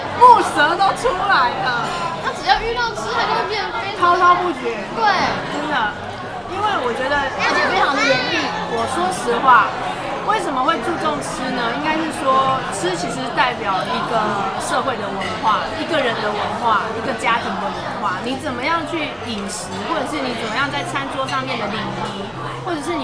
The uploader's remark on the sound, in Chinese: 現場有一點吵還請見諒喔!